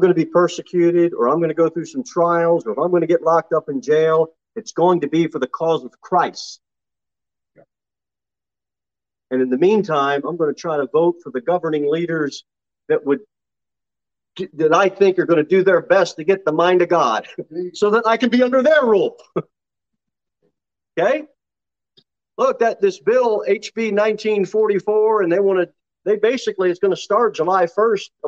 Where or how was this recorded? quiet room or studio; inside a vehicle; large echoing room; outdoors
large echoing room